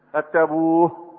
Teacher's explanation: بعض القراء يقف عليها بالهاء